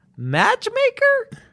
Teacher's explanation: you got to get that rising intonation, that rising inflection